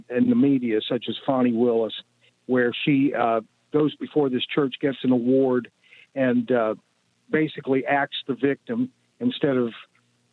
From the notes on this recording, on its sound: we take your calls in open phones across America